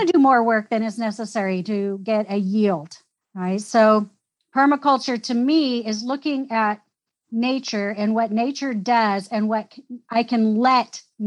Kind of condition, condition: link, video call